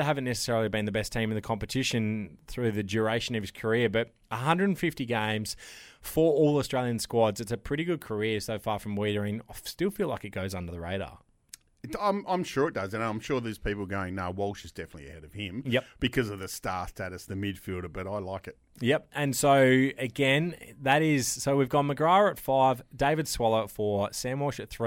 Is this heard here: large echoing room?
no